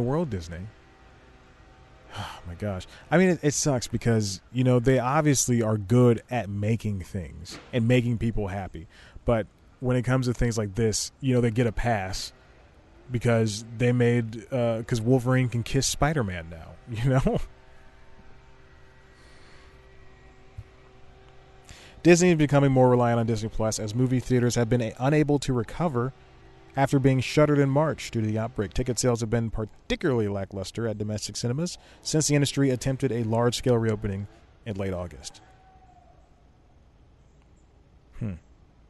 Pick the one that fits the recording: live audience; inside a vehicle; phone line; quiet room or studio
inside a vehicle